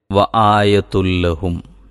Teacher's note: ആയത്തുൻ എന്നതിലെ ആ നൂന്, ഉച്ചാരണത്തിൽ വരുന്ന നൂന് ലാമിൽ അലിഞ്ഞു ചേർന്നാണ് വായന നടക്കുന്നത്